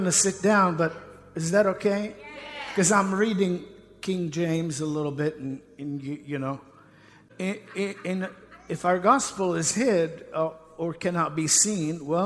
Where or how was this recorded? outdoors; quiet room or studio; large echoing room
large echoing room